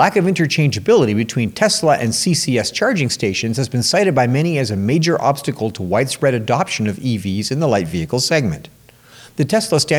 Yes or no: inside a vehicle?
no